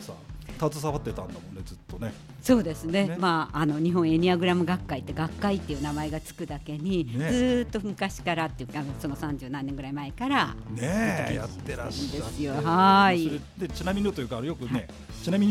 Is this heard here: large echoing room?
no